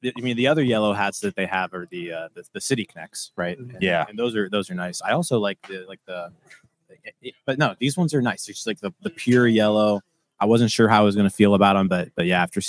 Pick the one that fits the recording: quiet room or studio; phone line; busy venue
busy venue